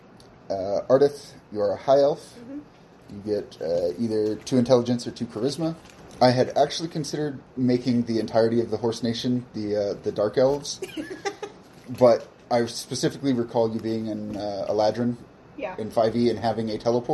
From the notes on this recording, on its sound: While apparently picking up every noise that is occurring in my house. This was recorded on a phone for reference purposes so there's not a lot of QA going on here and we weren't able to scrub all the background noises.